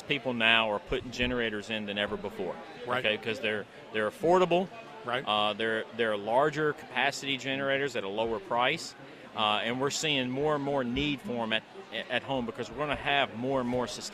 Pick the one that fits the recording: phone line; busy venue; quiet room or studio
busy venue